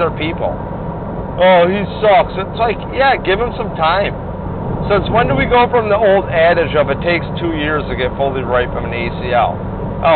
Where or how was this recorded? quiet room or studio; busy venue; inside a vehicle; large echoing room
inside a vehicle